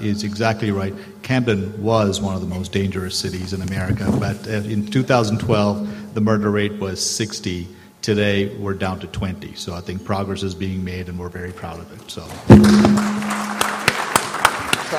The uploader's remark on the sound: This panel at the UsAgainstAlzheimer's 2017 Disparities Symposium